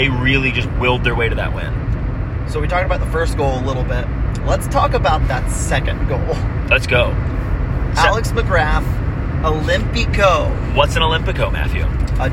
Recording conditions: inside a vehicle